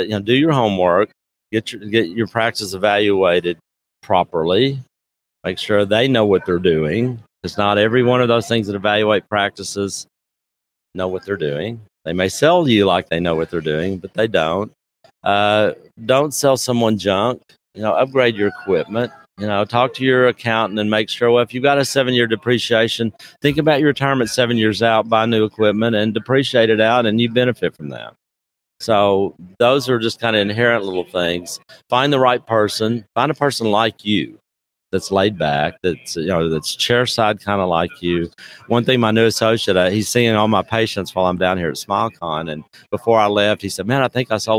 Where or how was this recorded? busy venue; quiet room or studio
busy venue